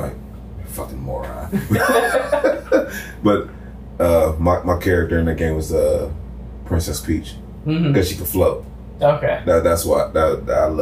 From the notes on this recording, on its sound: terrible sounding mics